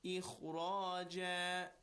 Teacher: Kha is with tafkheem. Ra is also with tafkheem. Ikhraja. It's not ikhraja.